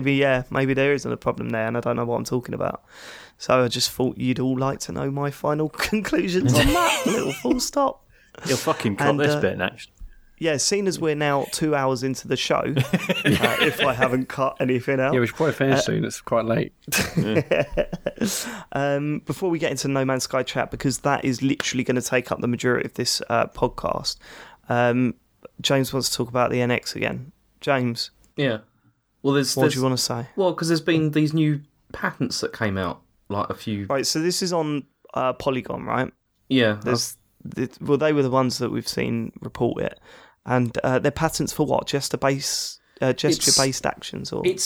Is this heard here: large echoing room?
no